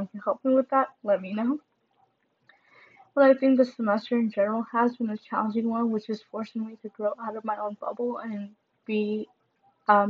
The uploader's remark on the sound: Sorry for the background noise!